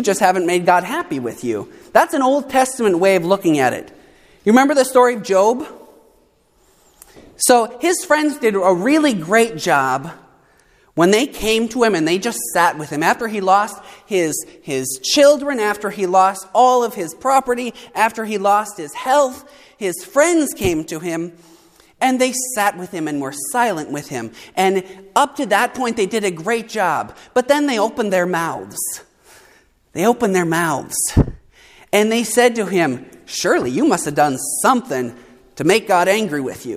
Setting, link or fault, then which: setting, large echoing room